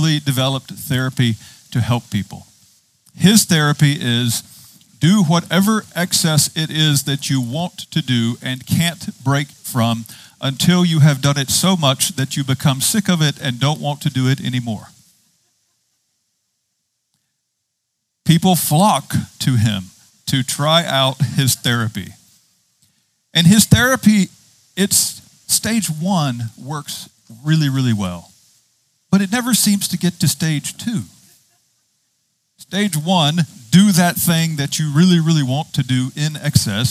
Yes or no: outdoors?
yes